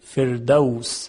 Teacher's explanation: حرف را موقعی که ساکن باشه و قبلش هم کسره باشه، خب ترقیق میشه